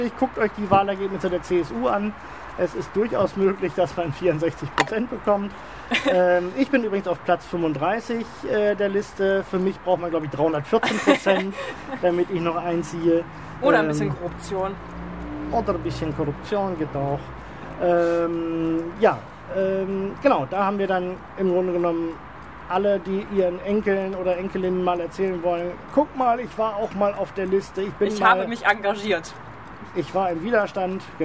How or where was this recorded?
busy venue